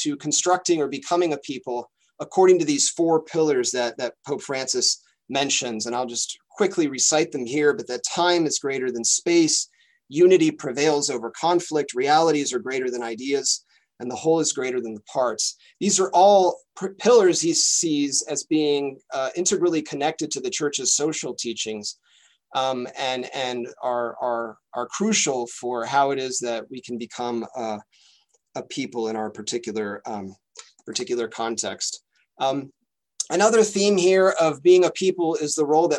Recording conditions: video call